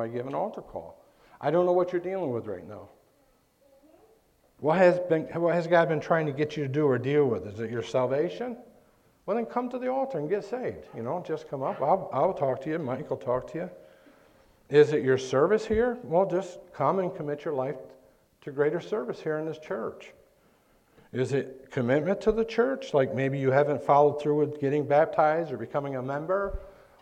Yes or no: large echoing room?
yes